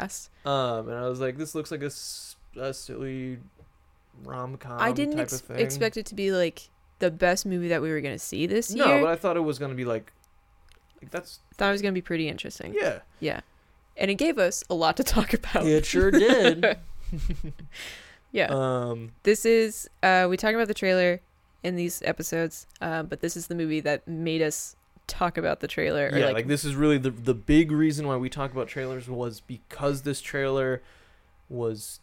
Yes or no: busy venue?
no